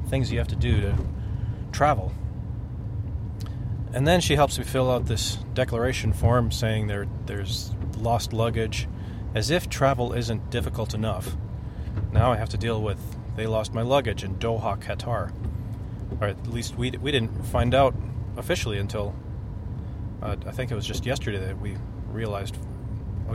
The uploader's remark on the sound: Recorded this on the car ride to the airport to retrieve the bags.